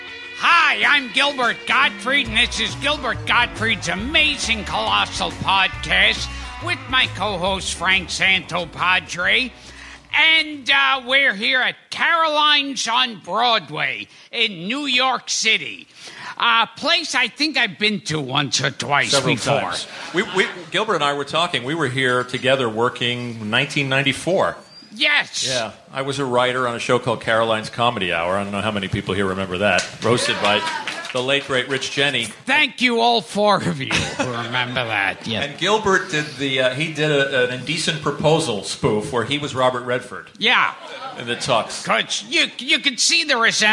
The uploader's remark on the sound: A memorable LIVE interview. Recorded at the late, great Caroline's Comedy Club.